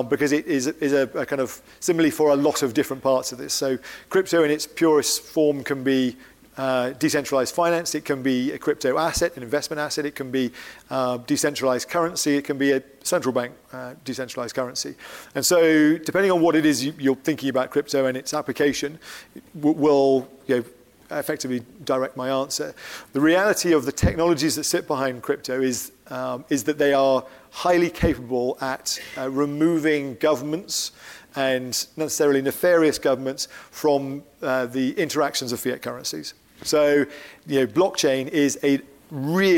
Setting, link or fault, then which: setting, live audience